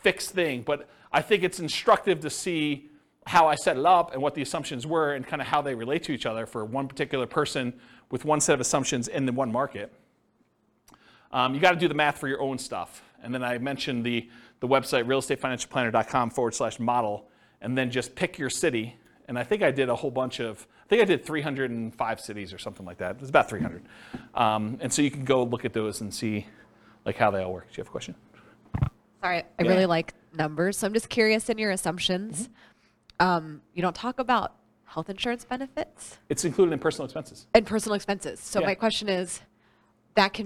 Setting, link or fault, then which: setting, live audience